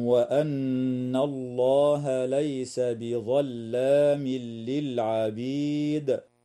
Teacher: وتنتهي الآية بإجماع القراء عند كلمة للعبيد، والوقف عليها من قبيل الوقف التام مع وجوب قلقلة الدال وقفا